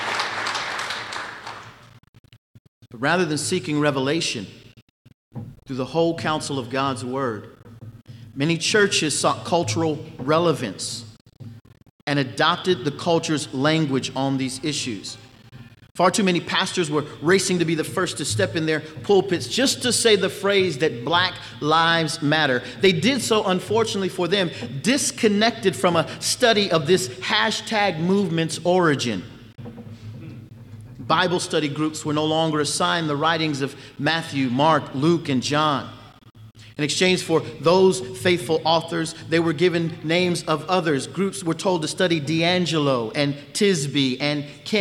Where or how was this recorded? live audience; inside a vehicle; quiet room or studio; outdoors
live audience